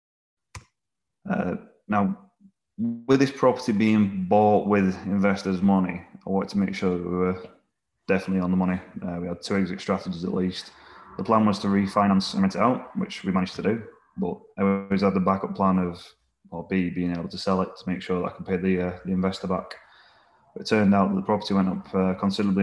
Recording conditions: video call